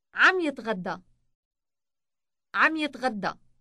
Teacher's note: the B sound on the beginning of the verb combines almost completely with the final M sound on the end of the progressive marker